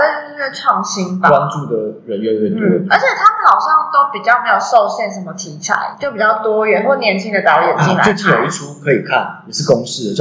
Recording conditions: echo